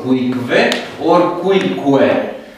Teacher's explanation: un singur sunet numit labio-velară, un sunet care avea ca bază sunetul velar sau gutural C, respectiv G, sonor, surd sau sonor, C, surd, G, sonor, cu urmat de un apendice labial U.